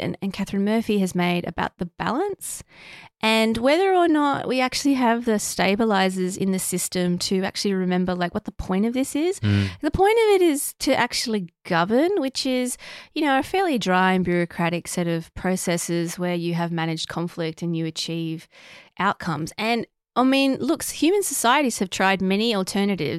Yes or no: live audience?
no